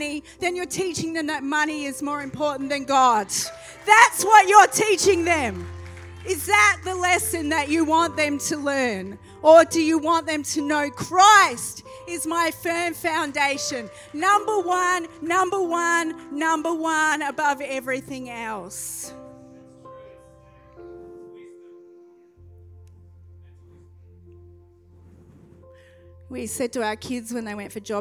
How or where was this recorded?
large echoing room